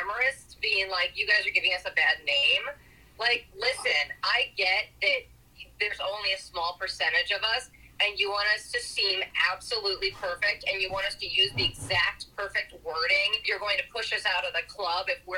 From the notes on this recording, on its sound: On the phone